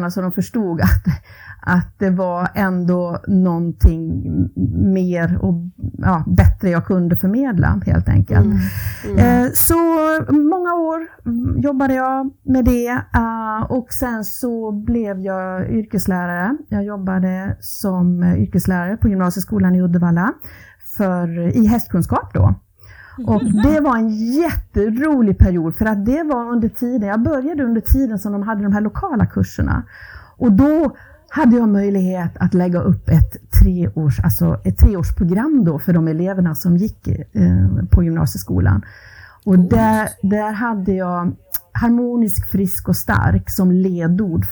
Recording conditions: poor sound quality